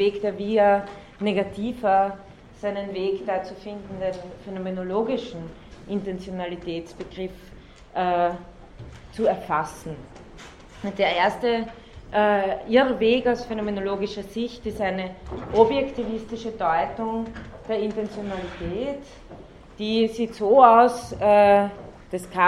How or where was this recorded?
large echoing room